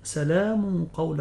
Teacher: كذلك أيضا قوله تعالى: سلام قولا من رب الرحيم، هذا الحكم حكم تجويد لكل القراء، إذا وقعت القاف بعد التنوين لابد من تفخيم الغنة